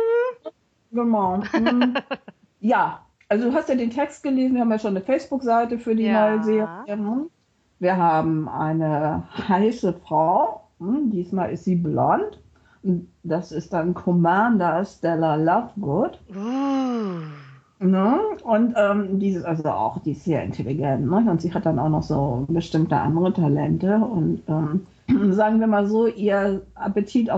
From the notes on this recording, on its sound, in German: Entschuldigt bitte, dass die Tonqualität leider nicht auf unserem üblichen Niveau ist, da das Interview via Skype geführt und aufgenommen wurde.